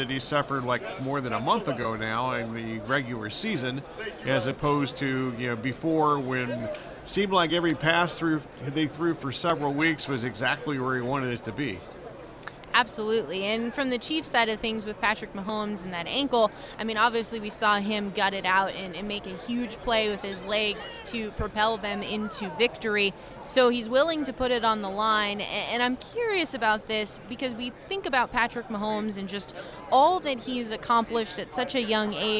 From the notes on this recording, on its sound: live from Super Bowl Radio Row